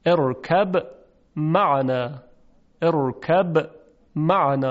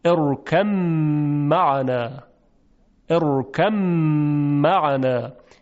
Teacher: به جای اینکه با رو بگوییم یک میم مشدد میگیم که این میم مشدد باید با غنه همراه باشه · Shown in: second take